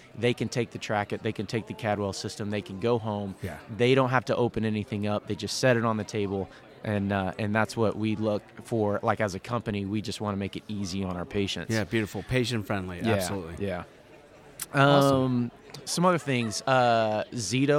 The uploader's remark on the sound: Live From ASET 2023!